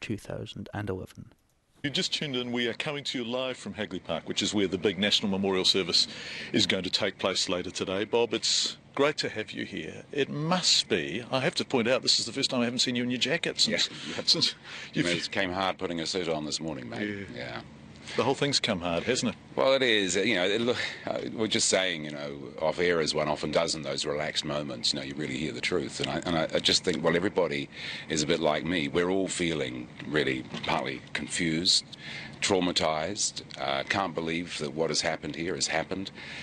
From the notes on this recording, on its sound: the memorial service from hagley park in christchurch